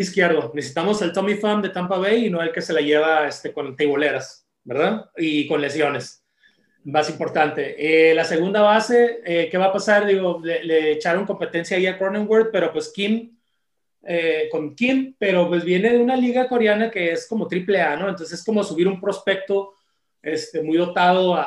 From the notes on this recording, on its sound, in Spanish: de manera virtual, obvio, vía Zoom